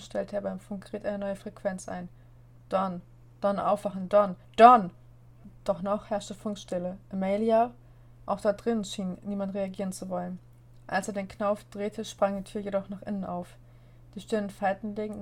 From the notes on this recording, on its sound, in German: Entschuldigt die Hintergrundgeräusche